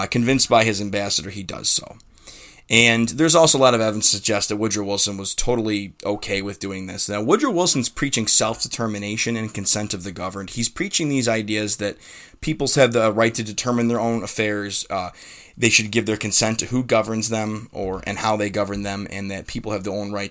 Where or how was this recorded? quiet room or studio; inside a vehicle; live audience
quiet room or studio